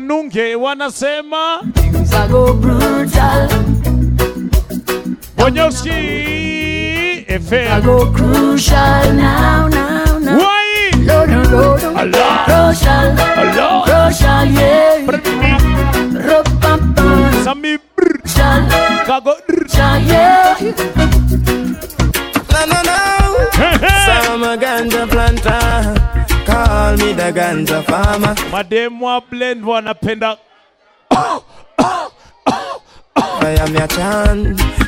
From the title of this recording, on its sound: Live at Blend Nairobi